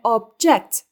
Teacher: obje anlamına gelen object kelimesinde vurgu ilk hecededir